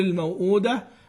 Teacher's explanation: أما موئلة والموؤودة الواو الأولى من الموؤودة فإن له فيها القصر قولا واحدا، قصر الواو قولا واحدا، وليس له فيها لا توسط ولا إشباع